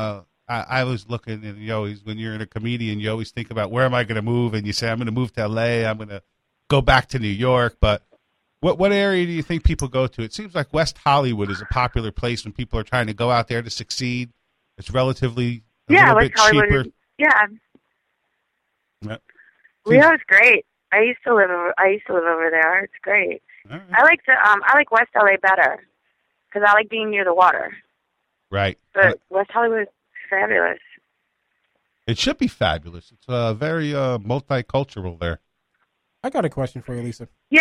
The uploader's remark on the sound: lets random phone calls